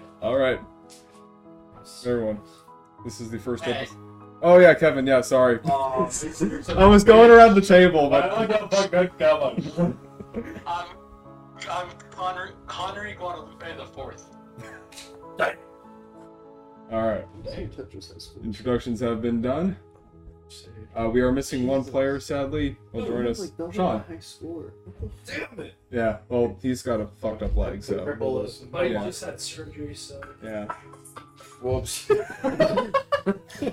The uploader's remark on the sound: I know the audio quality is not excellent, but I've hopefully fixed it for our next recording session.